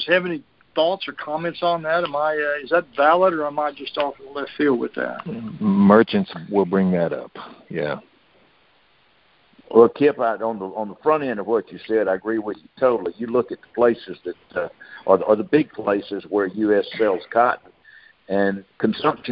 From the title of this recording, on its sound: Monthly Conference Call